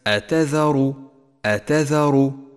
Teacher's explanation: لاحظ كيف جاء حرف الراء مفخما في كلمة أتذر أتذر. فخمت الراء هنا لأنها مضمومة